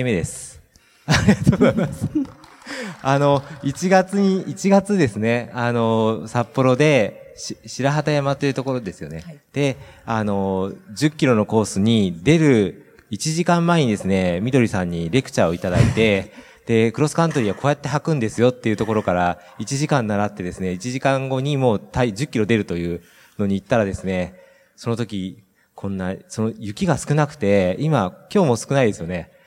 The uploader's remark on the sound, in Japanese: 北海道「丘のまち びえい宮様国際スキーマラソン」大会終了後公開収録にて対談をさせていただきました。